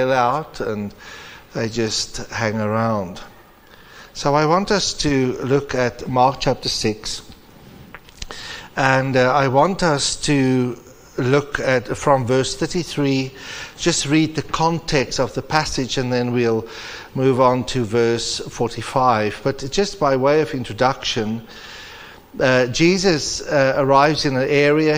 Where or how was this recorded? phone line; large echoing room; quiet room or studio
large echoing room